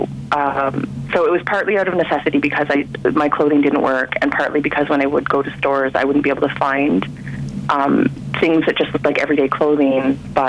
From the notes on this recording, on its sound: on the phone for the February edition of Bike Bits